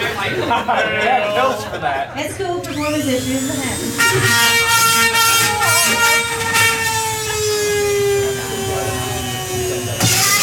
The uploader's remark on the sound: Live at PortConMaine 2012